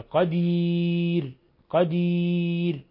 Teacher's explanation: نرقق الراء لأنها مسبوقة بياء ساكنة